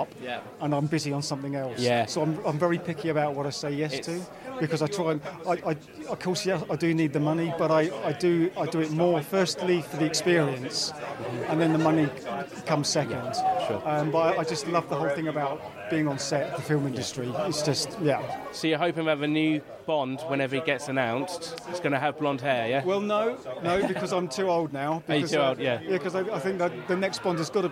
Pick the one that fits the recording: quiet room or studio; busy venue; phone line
busy venue